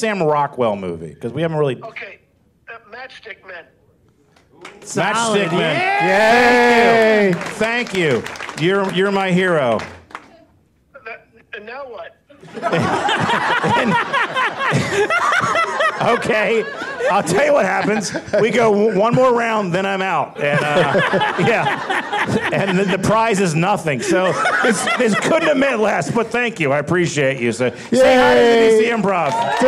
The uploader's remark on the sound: Live from The Improv in Washington D.